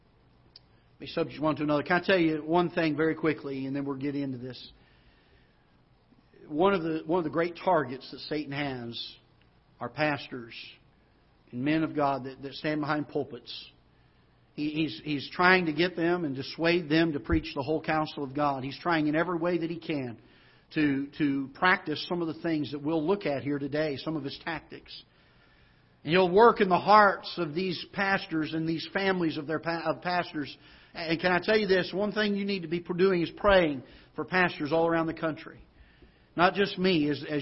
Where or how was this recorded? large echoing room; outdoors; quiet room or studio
large echoing room